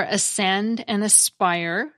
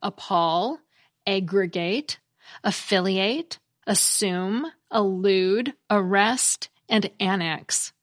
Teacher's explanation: the D of the prefix AD melted into the sound after it, leaving the A all by itself in modern pronunciation. For ascend and aspire, the D in the prefix AD was absorbed fully into the following word. · Term: reduced AD prefix